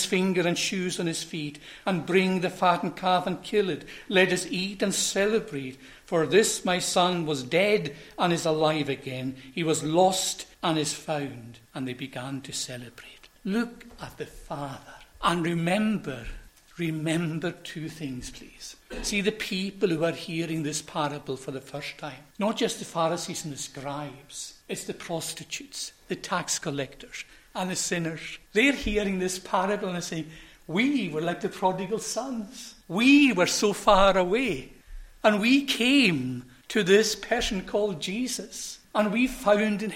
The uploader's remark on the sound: Recorded at North Harris Free Church on the evening of Friday, 15th September 2023.